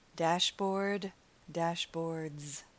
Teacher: Final consonant D, dashboards with a DZ sound. Dashboard, dashboards.